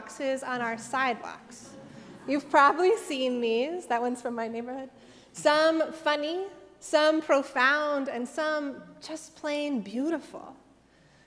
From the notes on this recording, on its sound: Sermons from Old South Church in Boston